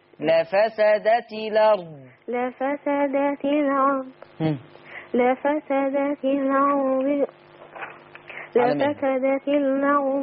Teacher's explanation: مش أنت بتشيل الهمزة وتاخد الحركة اللي عليها تحطيها على اللم؟ · Term: نقل